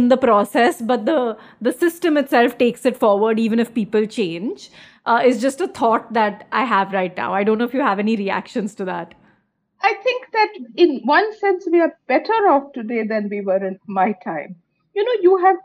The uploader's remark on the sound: This conversation was recorded over zoom.